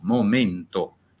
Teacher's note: i sostantivi che terminano in mento, momento, la E sempre chiusa